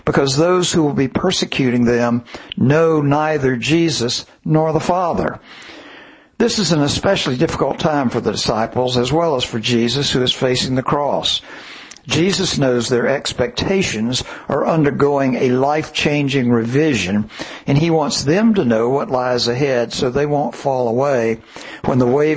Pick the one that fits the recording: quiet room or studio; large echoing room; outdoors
large echoing room